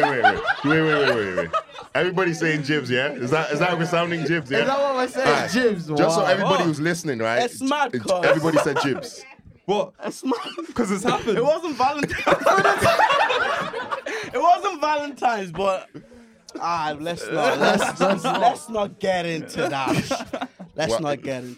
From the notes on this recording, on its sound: The live show was held at the Podcast Studios here in Dublin. With our live studio audience.